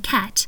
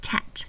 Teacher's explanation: a sound that's made at the back of the mouth, the k in cat, and they're replacing it with a sound that is made at the front of the mouth, a t, which makes the word sound like tat.